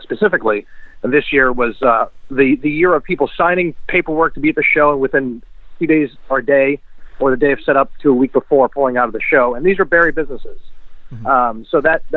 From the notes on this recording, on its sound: Phones in to the pod.